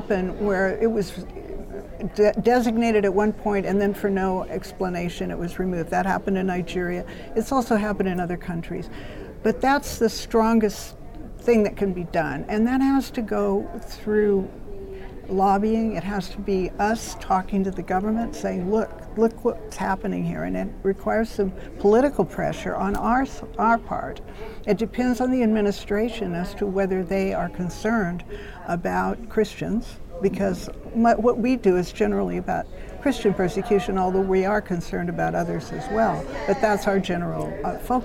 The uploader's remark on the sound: The IRF Summit Authors' Corner took place at the IRF Summit 2022 in Washington, D.C.